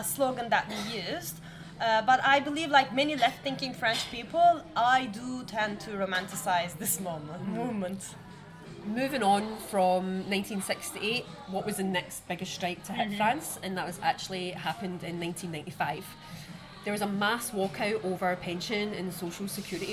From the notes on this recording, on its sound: We recorded this episode on 2 December 2023, at Paradis du Fruit . At Paradis du Fruit.